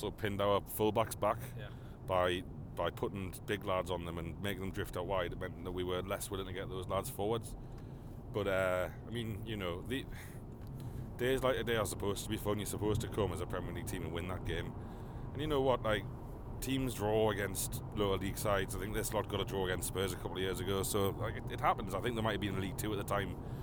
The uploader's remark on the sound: In the car straight from the ground.